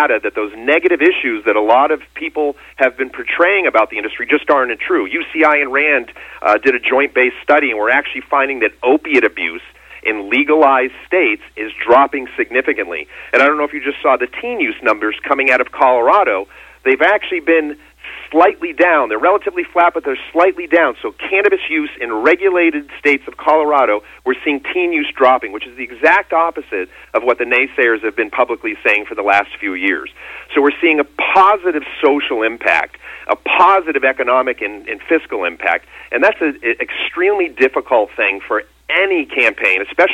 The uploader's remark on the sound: called in to SmallCapVoice